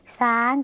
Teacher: เราเปลี่ยนเสียงชอช้างในภาษาไทยไปเจอซ้างที่เมืองลาวค่ะ